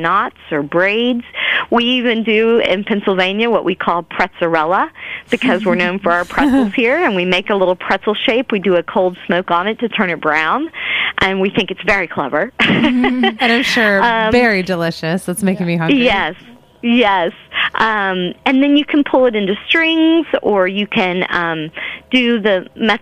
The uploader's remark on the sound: On the phone.